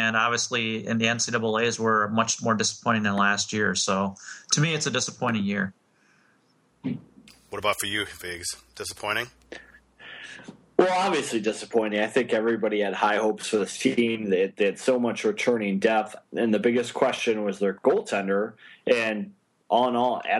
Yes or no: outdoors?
no